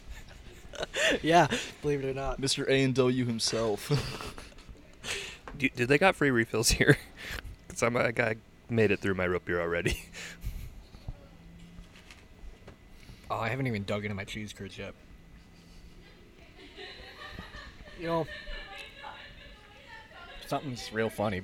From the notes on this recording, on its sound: Live at A&W.